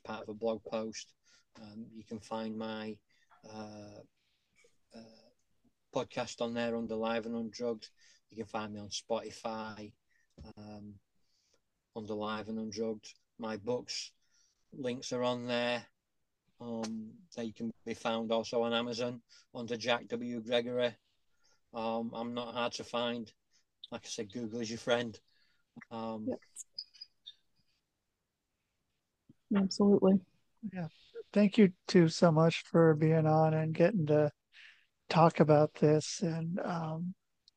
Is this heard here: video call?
yes